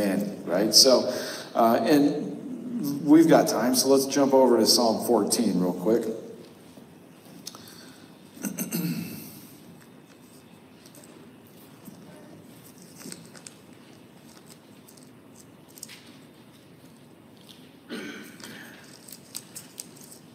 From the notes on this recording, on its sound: The audio had to be pulled from our live stream due to an error with our audio recording device. The cavernous echo is a bug, not a feature.